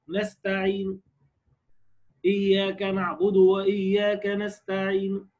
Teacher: وجه بالروم ولا يكون الا مع القصر